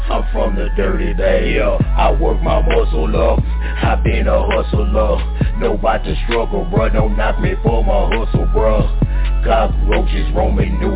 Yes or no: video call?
no